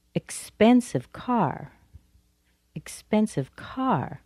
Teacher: Car still has more stress than expensive, although I could stress expensive to point out that it's really very expensive.